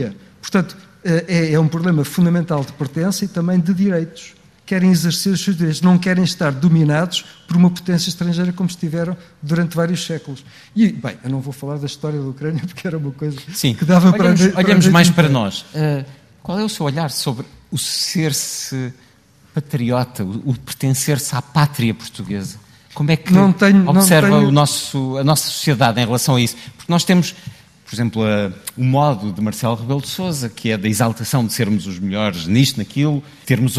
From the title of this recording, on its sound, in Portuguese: uma conversa no Festival Fólio, de Óbidos